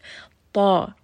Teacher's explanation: So for ta, ta is heavy. Ta is from the gum line of the upper two teeth. It has a very strong sound.